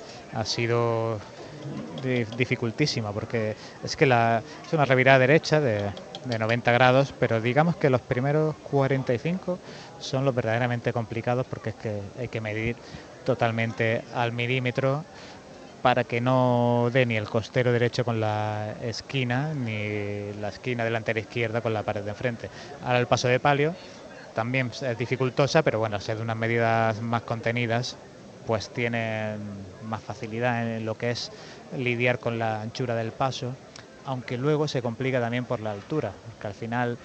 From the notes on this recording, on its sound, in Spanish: Retransmisión en directo del Domingo de Ramos en Jaén en el año 2023.